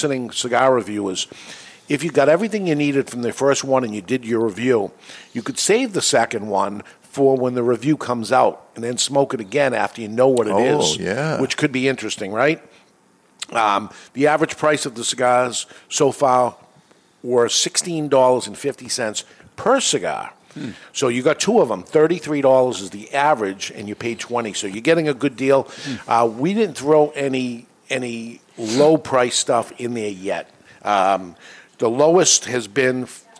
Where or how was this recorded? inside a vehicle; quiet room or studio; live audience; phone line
live audience